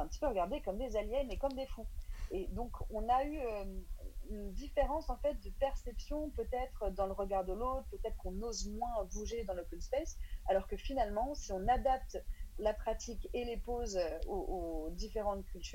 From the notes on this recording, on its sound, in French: enregistré à distance (confinement oblige)